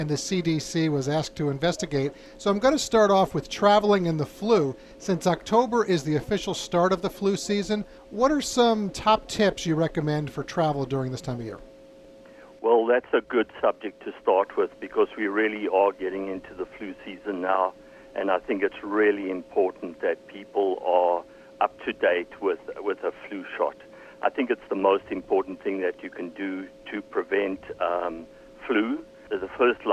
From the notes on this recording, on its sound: live from 47th Albuquerque International Balloon Festival